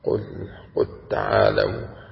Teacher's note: ولا يجوز الإدغام في قوله تعالى قل تعالوا